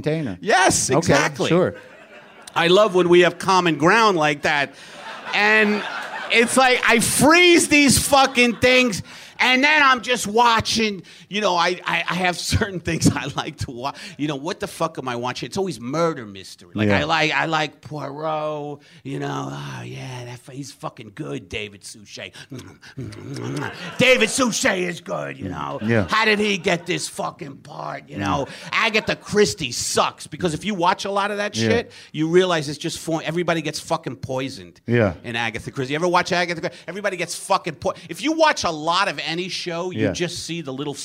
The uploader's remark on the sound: Ring in the New Year with a Live WTF.